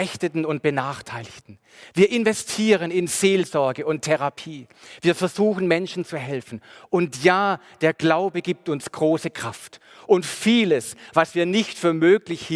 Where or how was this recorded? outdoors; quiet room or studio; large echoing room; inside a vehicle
large echoing room